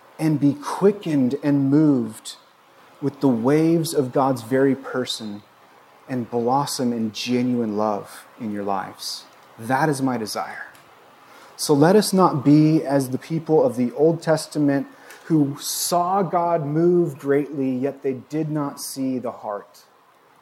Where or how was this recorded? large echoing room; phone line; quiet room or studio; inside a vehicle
large echoing room